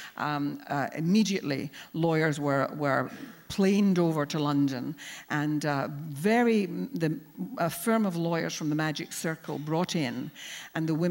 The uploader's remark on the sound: Recorded live at the Tabernacle in London's Notting Hill on 25th February 2019.